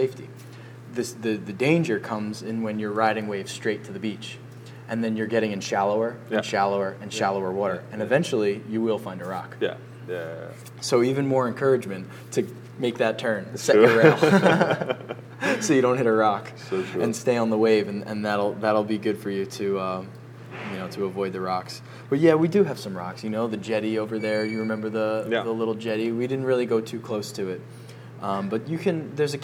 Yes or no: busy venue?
yes